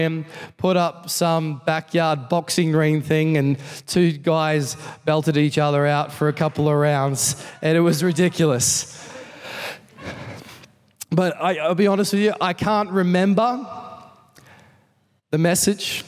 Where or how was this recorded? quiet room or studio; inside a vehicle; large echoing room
large echoing room